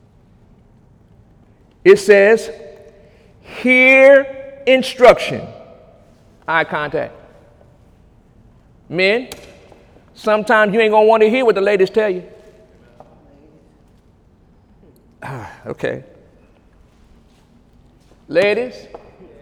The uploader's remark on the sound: During Sunday morning service